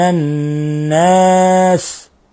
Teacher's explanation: نون مشددة تغن مقدار حركتين لأنها تصبح حرف غنة مشدد.